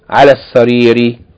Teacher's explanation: We have the long vowel in ala being shortened because it's followed by sukun. And we have the lam of the definite article because it's being attached to a word that begins with a sun letter.